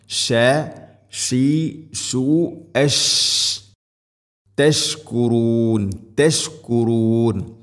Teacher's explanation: ഷീൻ തഫസ്സി എന്ന ഒരു സിഫത്ത് പാരായണത്തിൽ കൊണ്ടുവരണം.